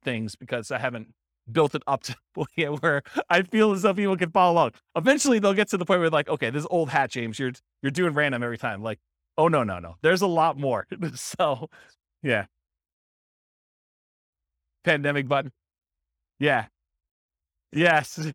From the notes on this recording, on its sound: This was a live class recorded